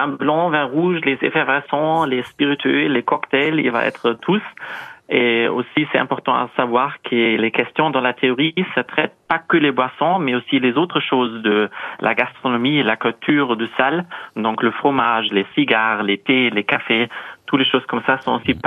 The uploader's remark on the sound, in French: les Grosses Têtes ont eu au téléphone